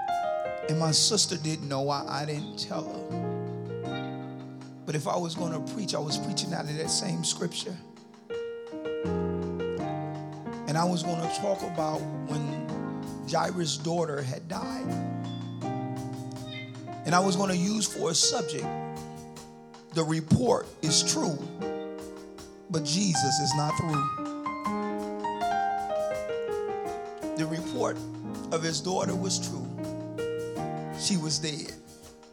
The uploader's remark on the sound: at Redeeming Grace Church of God for their BOND event.